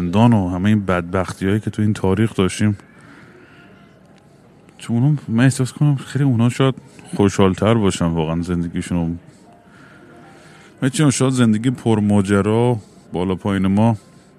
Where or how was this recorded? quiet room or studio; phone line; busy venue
busy venue